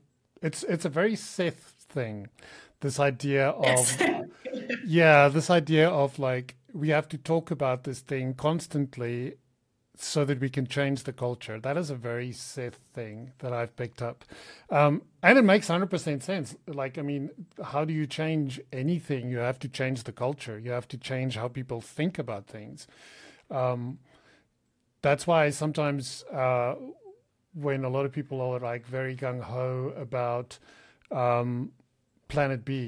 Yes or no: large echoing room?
no